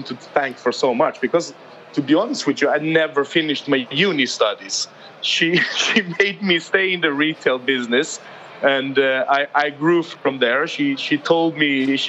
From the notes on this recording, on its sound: Recorded at World Retail Congress 2019